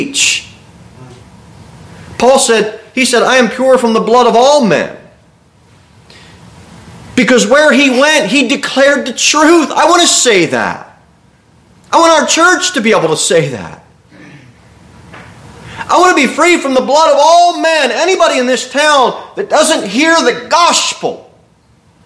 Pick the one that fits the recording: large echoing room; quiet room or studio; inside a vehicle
large echoing room